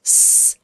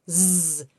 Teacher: you should be able to hear your throat vibrate slightly on the z and the v, and that's because they're voiced phonemes · Shown in: second take